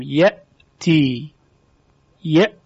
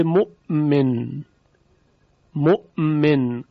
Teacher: حاصل اینه که تارهای صوتی جلوی عبور هوا رو در حنجره بسته به محض که این تارهای صوتی رو از هم باز کنیم این هوا به بیرون پرتاب میشه در کلماتی مانند مؤمن، مؤمن، این به وضوح مشخصه این مسئله. · Term: همزه